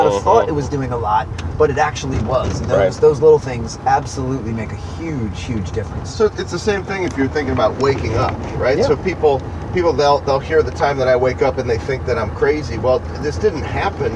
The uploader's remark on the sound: Two Coaches in a Benz